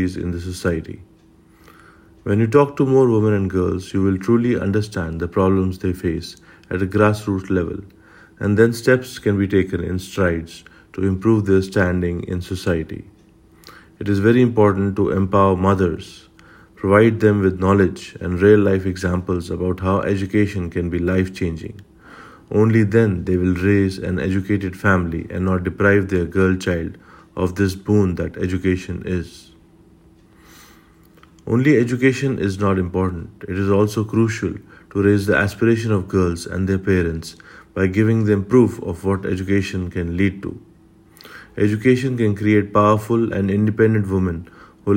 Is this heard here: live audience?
no